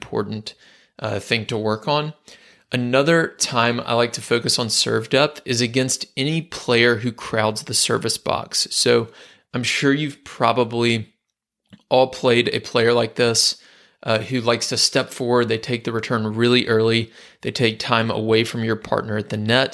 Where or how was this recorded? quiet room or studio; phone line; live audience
quiet room or studio